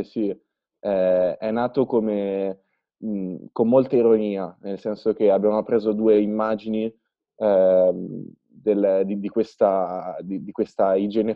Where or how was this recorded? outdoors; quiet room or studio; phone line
phone line